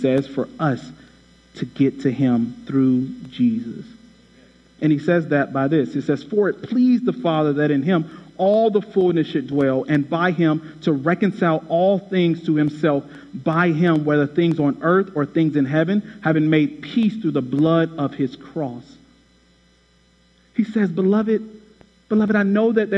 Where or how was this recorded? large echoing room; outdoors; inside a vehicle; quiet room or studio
large echoing room